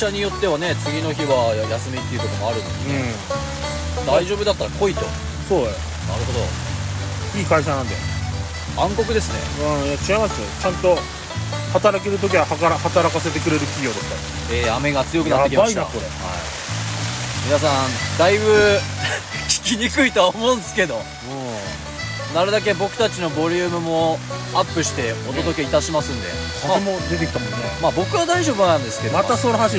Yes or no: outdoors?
yes